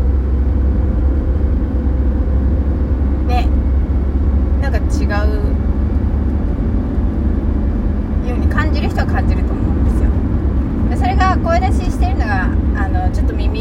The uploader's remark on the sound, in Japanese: 口が痛くてよく話せてません。車の中スタジオ。